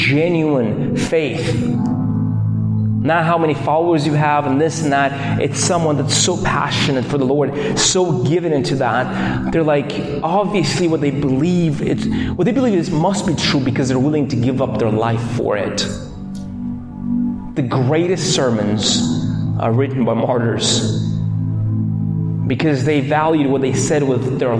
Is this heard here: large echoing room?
yes